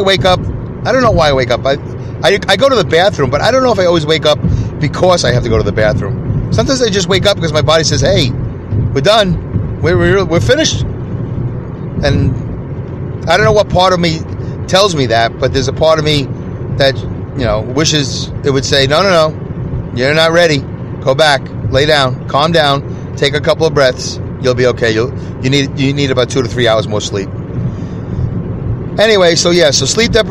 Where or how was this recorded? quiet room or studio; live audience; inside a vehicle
inside a vehicle